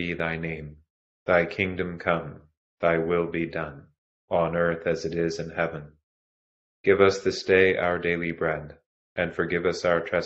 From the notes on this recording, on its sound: This recording was trimmed automatically, so there may be a few seconds (or longer) of silence at the beginning or the end.